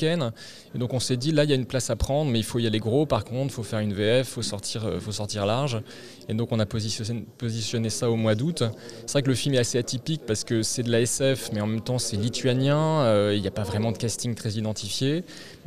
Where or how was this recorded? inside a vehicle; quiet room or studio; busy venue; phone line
busy venue